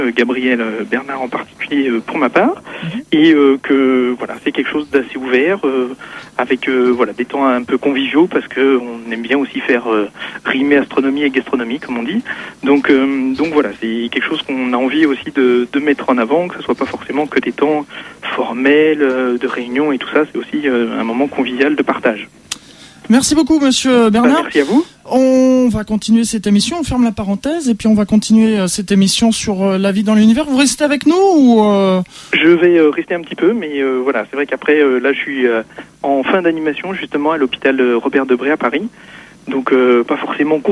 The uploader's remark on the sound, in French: par téléphone